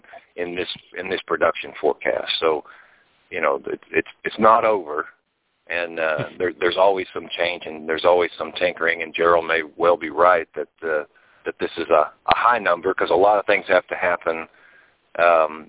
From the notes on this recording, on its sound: The is the podcast of our live Ag Market Network's Monthly Conference Call on Cotton for August 2017.